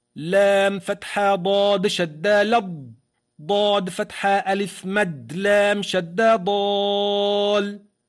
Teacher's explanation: إذن لا وجود للألف في ولا، ولا وجود لهمز الوصل، ولا وجود للام الساكنة إذ أدغمت في الضاد